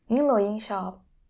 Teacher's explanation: make sure you guys are pronouncing ying with the falling tone, because mid tone ying is to shoot.